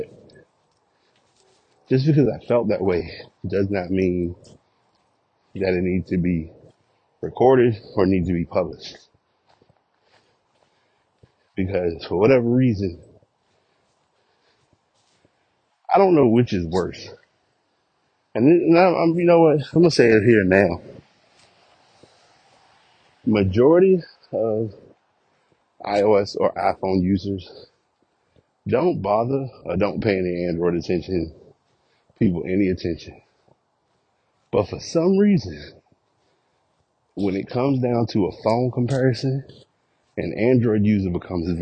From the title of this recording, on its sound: Walk Recording